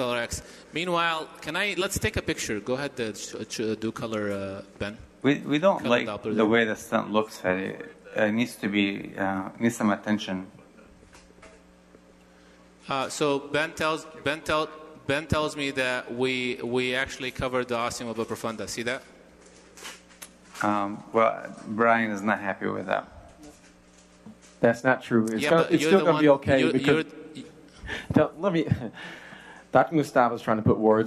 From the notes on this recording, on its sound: Live Case Presentation from AMP 2019.